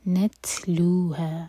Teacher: تاس ساکن پر ہمس، سانس جاری رکھیں گے